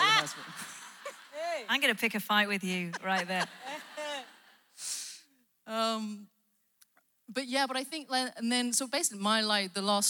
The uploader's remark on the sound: Live at The Orchard Conference 2023